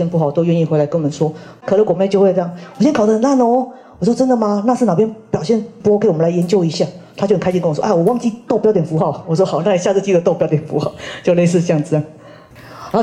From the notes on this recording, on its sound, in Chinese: 人文讀書會現場錄音